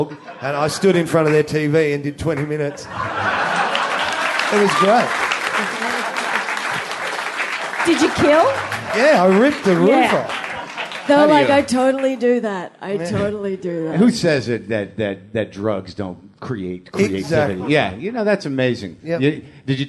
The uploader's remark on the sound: Episode 178 - Live from Australia. Live at the Melbourne International Comedy Festival.